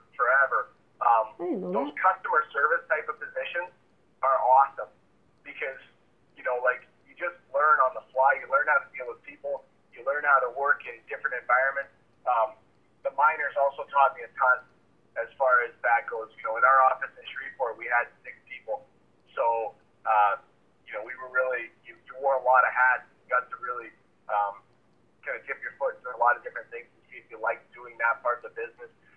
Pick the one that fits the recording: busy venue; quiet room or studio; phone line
phone line